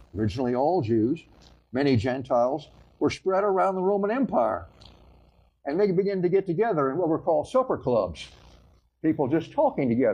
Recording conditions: large echoing room